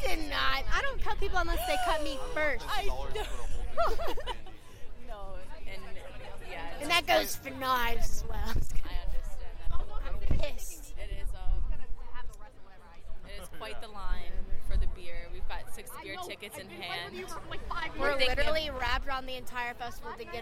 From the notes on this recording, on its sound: Plays some funny audio she recorded during the event. Short Pump Pour House.